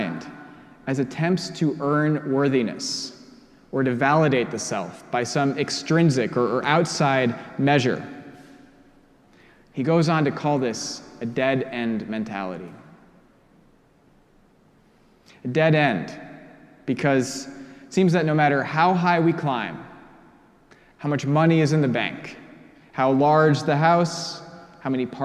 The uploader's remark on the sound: preached at our celebration of the Holy Eucharist on the Twelfth Sunday after Pentecost